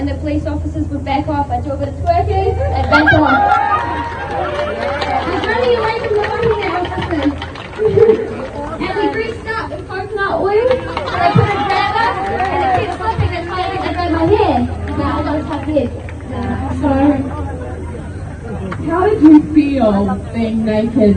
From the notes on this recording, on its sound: NAKED-GIRL PARLIAMENT SPEECH. This occurred at Wellington parliament grounds in New Zealand on 10th February as part of the Convoy22 anti-mandate protest. I delivered this speech looking over at a statue of my great-great-great-uncle 'King Dick'.